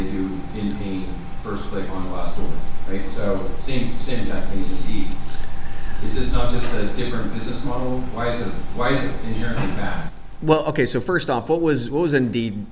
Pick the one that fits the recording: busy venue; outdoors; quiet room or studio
busy venue